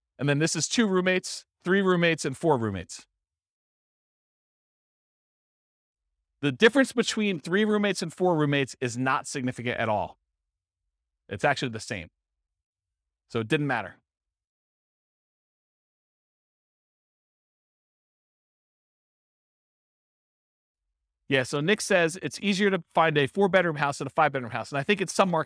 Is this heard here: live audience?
yes